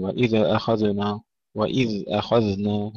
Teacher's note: وإذ أخذنا رخاوة الزال في الكلمتين، ننتبه ألا نقلقل، لا نقول وإذ أخذنا، وإذ أخذنا رخاوة.